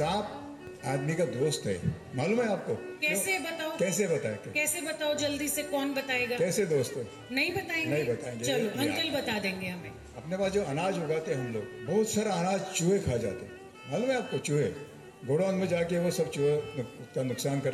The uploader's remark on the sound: At the Bhiwani Children's Literature Festival 2020